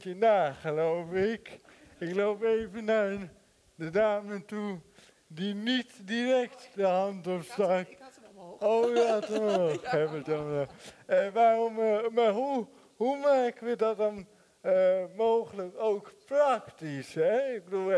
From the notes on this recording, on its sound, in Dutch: Deze bijzondere aflevering werd live opgenomen vanuit De Grote SamenSpeeldag 2023!